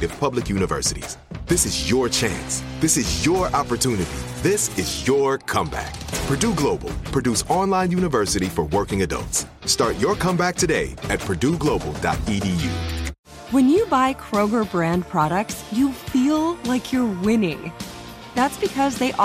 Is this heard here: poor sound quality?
no